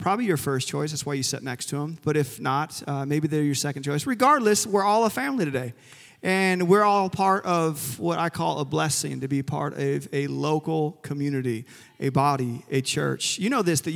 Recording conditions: large echoing room